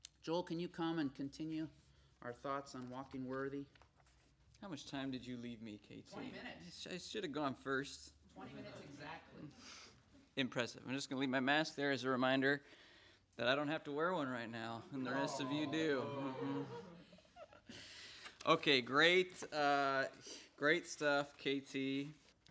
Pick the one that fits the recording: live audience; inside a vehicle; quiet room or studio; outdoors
live audience